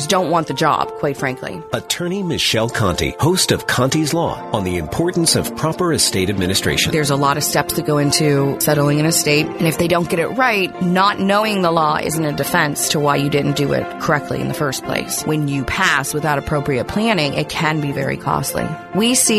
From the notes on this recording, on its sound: Broadcast Live At The Grand Re-Opening of The Clifford E. Barbour Library at Pittsburgh Theological Seminary.